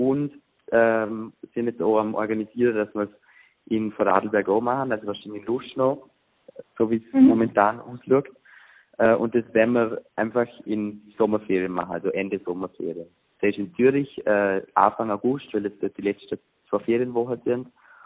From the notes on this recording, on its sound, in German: VOL.AT-Telefoninterview.